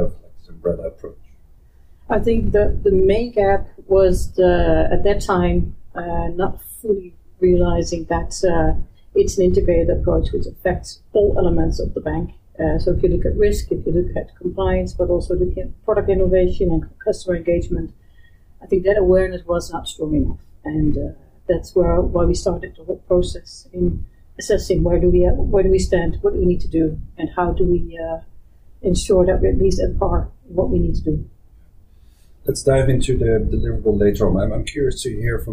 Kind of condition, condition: fault, poor sound quality